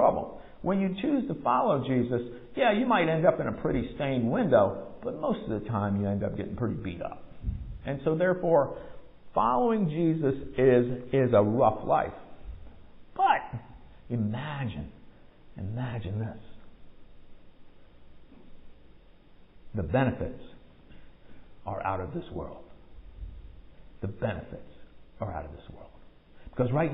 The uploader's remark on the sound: Recorded at MPPC on Sunday, November 6, 2022, during worship.